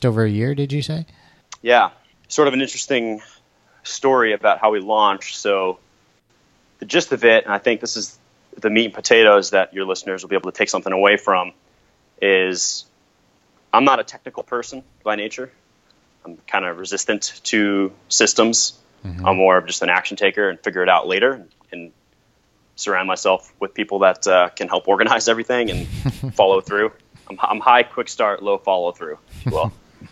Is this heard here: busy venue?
no